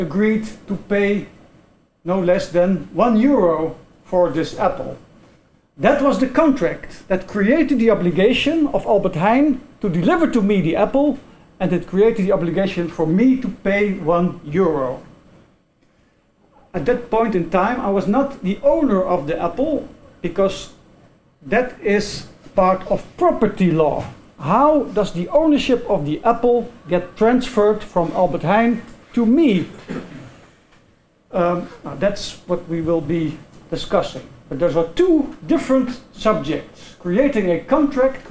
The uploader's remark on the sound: This podcast is part of the recording of the symposium that was held on June 1st.